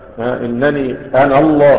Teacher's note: أنا تحذف ألفها في الوصل فنطقه أنا، طبعا تحذف ألفها في الوصل نطقا وليس كتابة